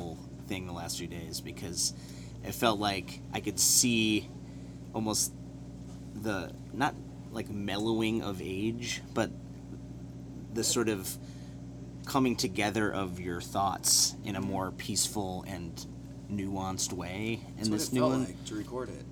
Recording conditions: hum or buzz